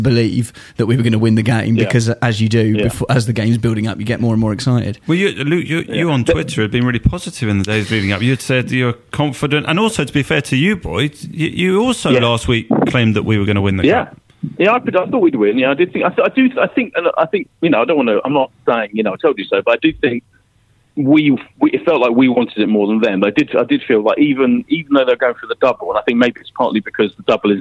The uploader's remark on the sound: on the phone